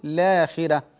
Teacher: أما عند الابتداء باللام فلا نوسط ولا نطول في البدل، وإنما نقرأ بحركتين فقط